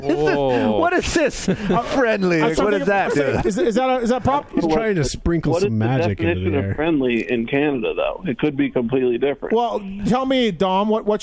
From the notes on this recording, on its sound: In-Studio. We got him on the phone. Calls in for the first time in a good while.